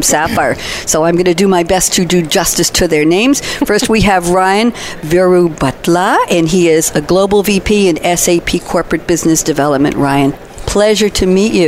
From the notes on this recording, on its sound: Coffee Break with Game-Changers Radio was invited to broadcast live from SAPPHIRE NOW 2017 in Orlando.